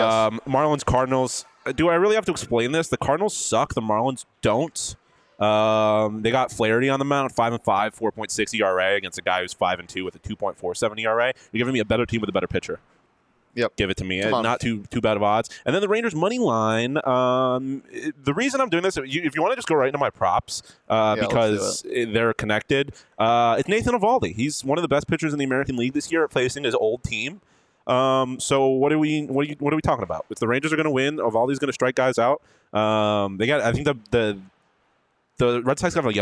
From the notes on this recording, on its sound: LIVE from the Ice Den Scottsdale